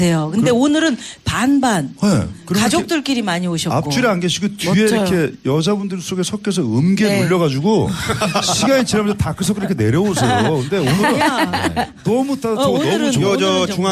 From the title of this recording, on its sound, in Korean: 4부 연말특집 공개방송 토닥토닥 2016 콘서트